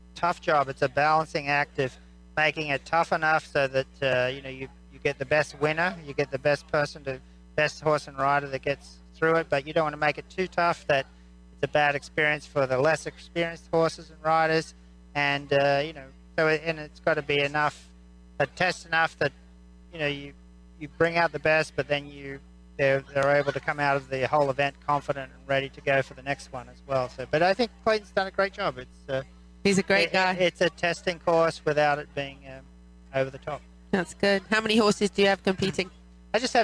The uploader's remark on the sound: Recorded live at the Ocala Jockey Club International 3 Day Event.